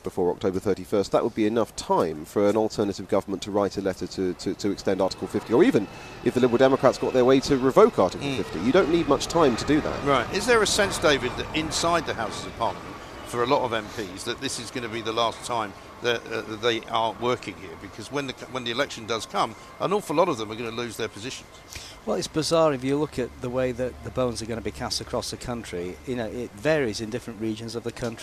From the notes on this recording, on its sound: Parliament Resumes: Live from College Green.